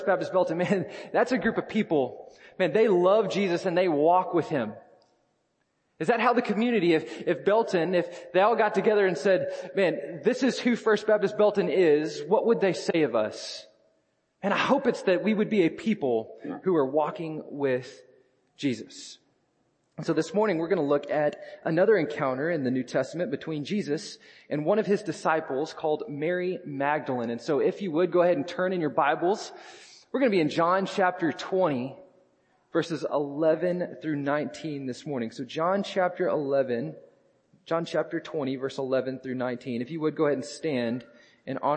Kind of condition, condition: setting, large echoing room